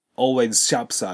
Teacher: Jackson always shops at the local supermarket.ここでのポイントは、まず Mr.Jackson、これ固有名詞ですので、一回ちょっとここで軽く間を置きましょう。そして always shops atthe。ここは短い間にリエゾンがこう多発していて忙しいんですけれども、always ここ S で終わって sharps これも S で始まる。そうすると同じ子音同士ですから always sharps at って形にくっついちゃうんですね